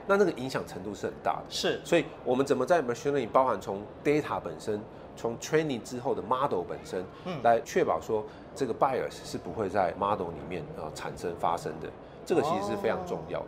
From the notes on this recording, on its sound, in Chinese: 繼續把錄音室帶到AI EXPO Taiwan的展覽會場。在AI EXPO直播訪談現場。